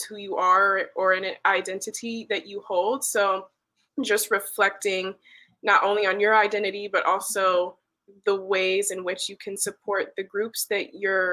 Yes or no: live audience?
no